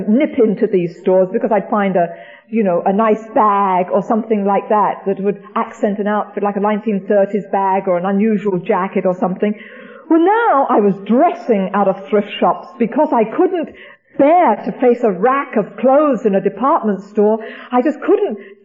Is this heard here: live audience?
yes